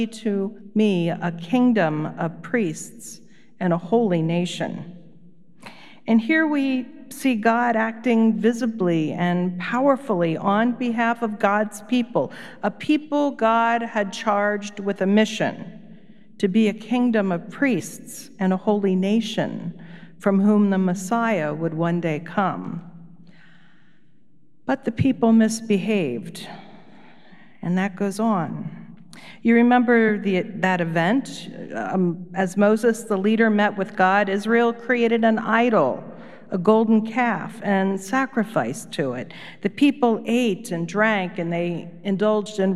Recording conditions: large echoing room